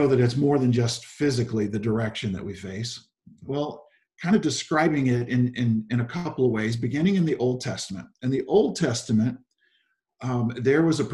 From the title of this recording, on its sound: Zoom Sunday 11/22/20 (Audio)